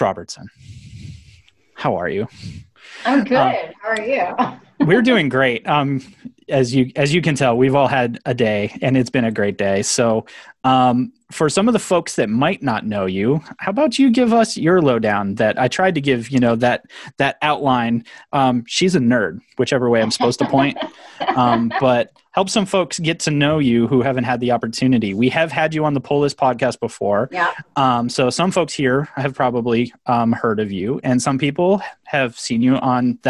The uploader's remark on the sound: LTN Con Q&A. This live Q&A panel (held socially distanced online).